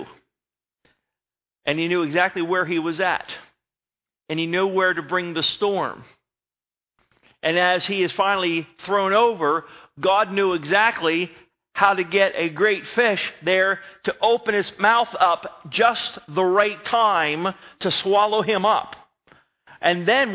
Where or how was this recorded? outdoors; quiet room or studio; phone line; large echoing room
large echoing room